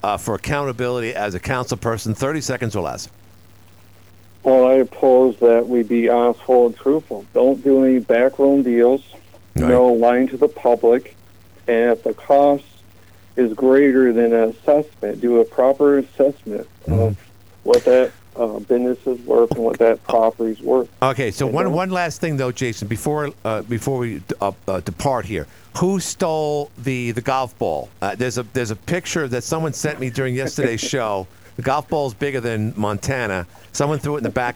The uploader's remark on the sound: Oh, another council candidate called.